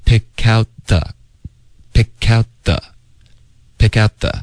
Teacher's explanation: out thevowels？哎呀，还挺挑剔的哈。 Yeah.来吧，这句话是第一句连读。嗯哼，那这个 didyou，我们经常就会把它缩写，用一个缩写的发音，就是 do，OK，就变成一个音节了。所以这个 didyou，我们可以发 do。OK, do you pick out,这里我们要连读 pick out,然后 out 的特呢我们要省略，省略的方式最好是咬舌尖导致一个干脆的停顿